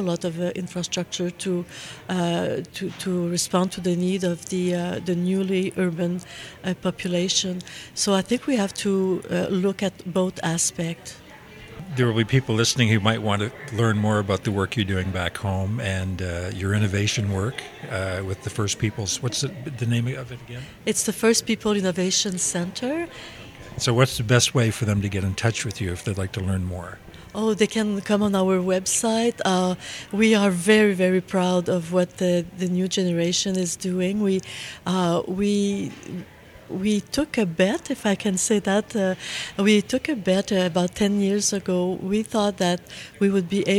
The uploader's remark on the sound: at the Leading the Way 5 conference in Treaty 1 Territory (Winnipeg)